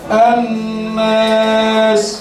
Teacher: تاني لام شمسية مضغمة في النون المفتوحة بغن حركتين. أن ألف مد عارض للسكون جائز. اثنان أو أربعة أو ست حركات. سين ساكنة عند الوقف.